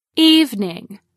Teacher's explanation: Evening is pronounced with two syllables instead of three. Evening, not evening.